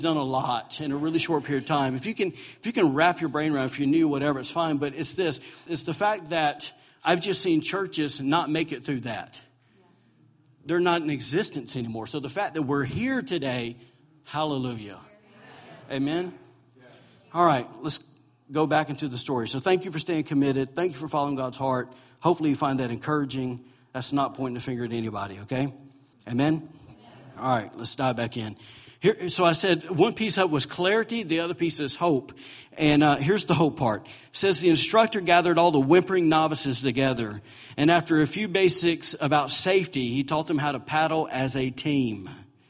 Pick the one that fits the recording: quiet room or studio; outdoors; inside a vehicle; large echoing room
large echoing room